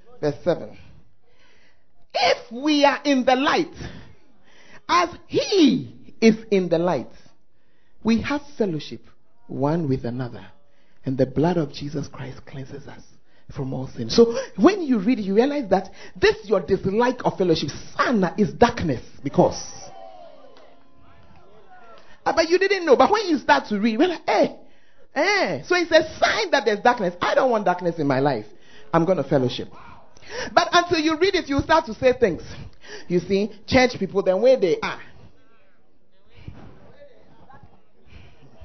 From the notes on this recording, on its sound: Preached At The First Love Center, Ayeduase